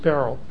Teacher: Beis, Ayin, Reish, Lamed. You don't hear anything between the Reish and the Lamed. There are some people who pronounce it Beryl, and you can hear the ayin rather clearly, in which case it's Beis, Ayin, Reish, Ayin, Lamed.